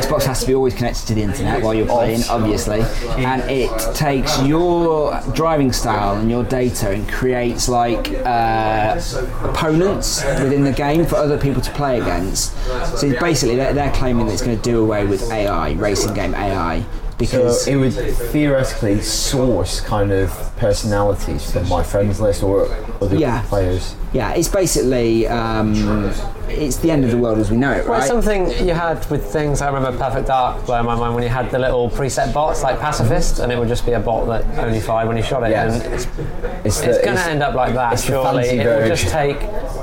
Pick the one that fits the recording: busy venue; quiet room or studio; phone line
busy venue